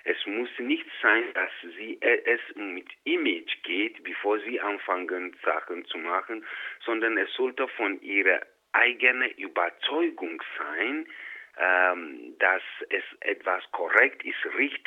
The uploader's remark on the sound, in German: Telefoninterview